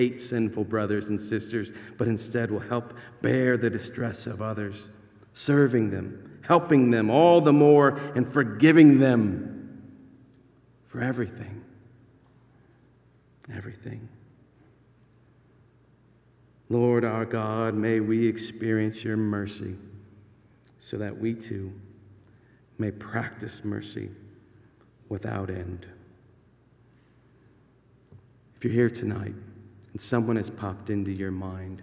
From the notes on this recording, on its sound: This sermon is actually delivered as a part of an actual church service.